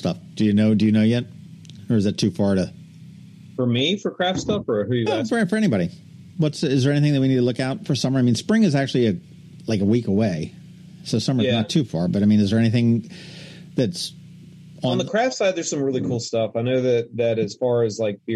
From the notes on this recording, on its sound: The City of Annapolis was running a loud machine outside, so there is a slight hum--sorry!